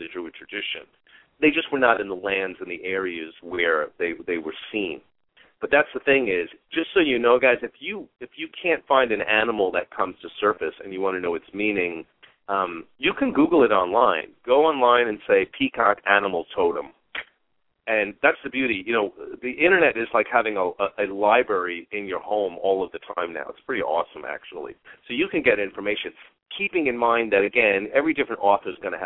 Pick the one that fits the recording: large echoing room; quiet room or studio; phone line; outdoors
phone line